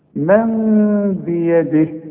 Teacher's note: اقلب لنا النون الى ميم واخفيها وغنها، والغنة بمقدار حركتين لا تزيد ولا تنقص · Term: اقلاب